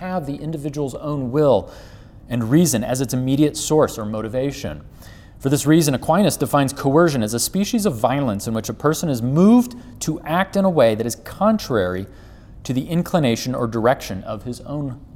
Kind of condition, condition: setting, large echoing room